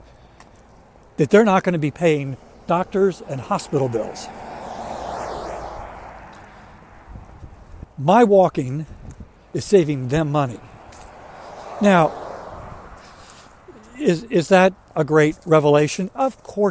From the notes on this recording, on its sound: During today's ten-minute accountability walk